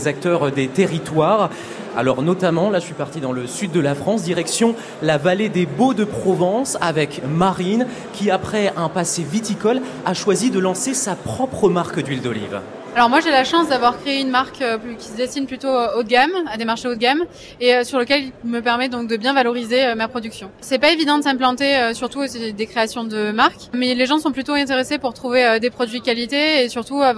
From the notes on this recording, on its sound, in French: 3eme émission en direct du salon de l'agriculture pour Ma France